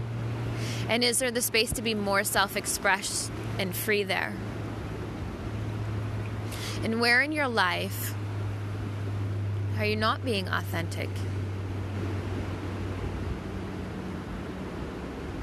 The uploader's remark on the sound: Sounds of the Pacific Ocean at Avalon Beach, Australia.